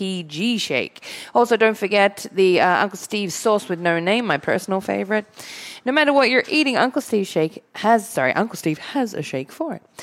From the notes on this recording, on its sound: recorded live in front of a studio audience at the Studio 21 Podcast Café upstairs at Two Guys Smoke Shop in Salem, NH